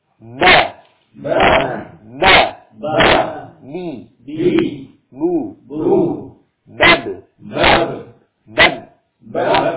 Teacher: ini juga suara kuat, suara tertahan, ya. Tidak ada aliran suara, karena antara dua bibir, ya, merapat, ya, dengan kuat.